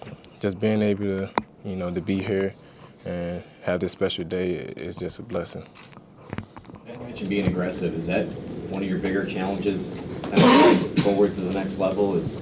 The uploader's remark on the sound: during a press conference